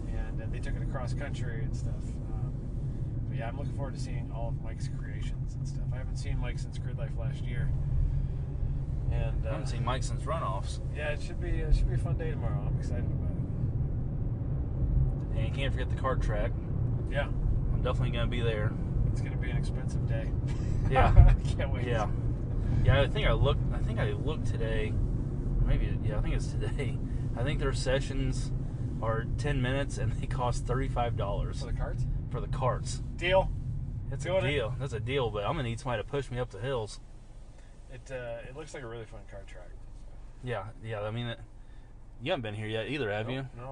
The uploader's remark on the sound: Recorded at show after landing in Atlanta. Almost crashed the rental car on multiple occasions during this recording.